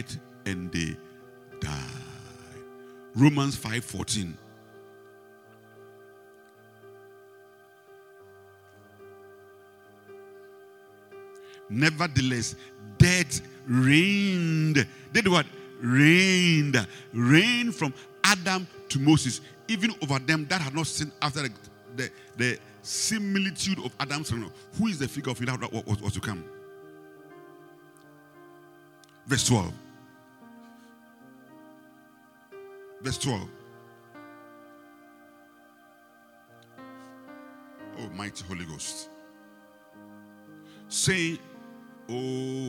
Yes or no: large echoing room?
yes